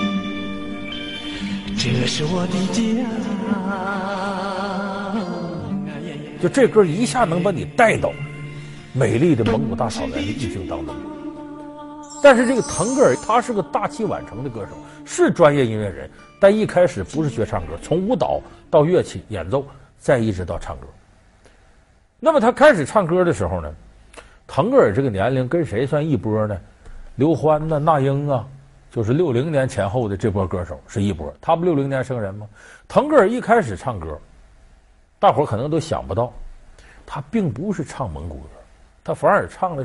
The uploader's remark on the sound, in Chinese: 還有聽故事的觀眾。